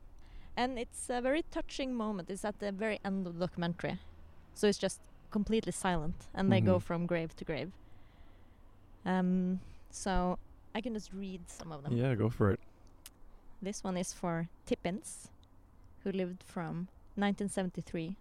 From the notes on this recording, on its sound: We had our first-ever outside recording, and things got very cozy and contemplative!